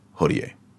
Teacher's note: But I actually try to put a little, not like a strong ha, but a little something there, like hodie.